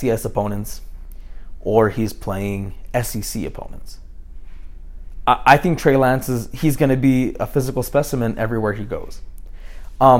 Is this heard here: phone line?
no